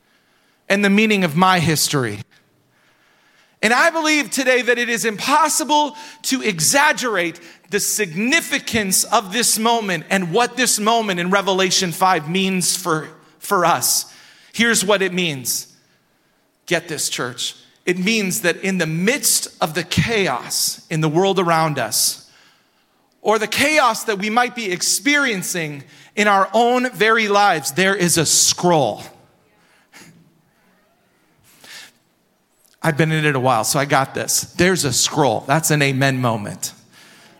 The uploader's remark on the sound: Recorded at Hope Church in Springfield, MO.